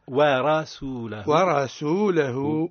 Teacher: راء مفخمة لأنها متحركة بالفتح